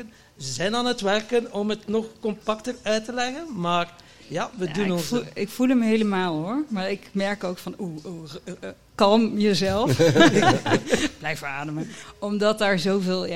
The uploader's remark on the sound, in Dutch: Live op TimTom Festival '23.